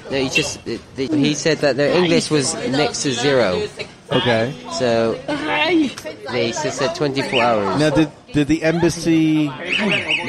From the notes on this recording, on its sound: The Technical Difficulties Show. Recorded from the New York Cafe, of the Doumen District in Zhuhai.